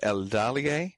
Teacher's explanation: El Dalie, stress on the second syllable there